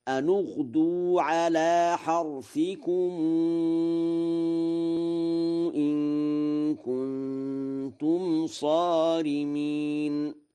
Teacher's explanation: قرأ ورش أن اغدوا بضم النون وصلا اتباعا لضم الحرف الثالث من الكلمة التي تلي هذا الساكن، ولم يعتد بالساكن الثاني لأنه حاجز غير حصين، فيقرأ هكذا: أن اغدوا على حرثكم إن كنتم صارمين.